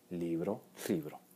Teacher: se entiende el plural de libro no como libros, sino como libro, con una L sorda.